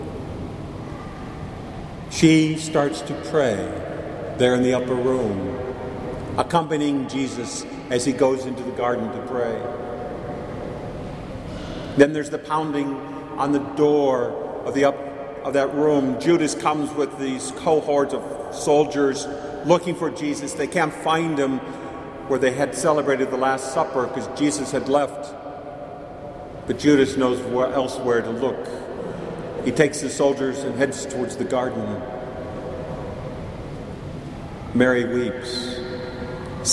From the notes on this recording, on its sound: Mary of the Angels Church in Chicago, IL. Please note that this homily was recorded in the church during Mass.